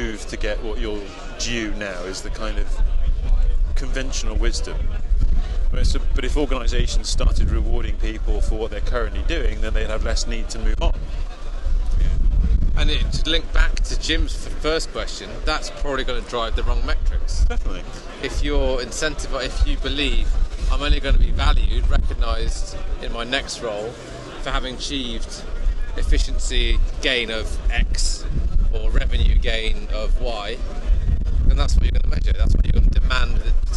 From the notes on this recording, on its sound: From The Black Friar, London, UK. Brave the cold outside one of London's oldest pubs.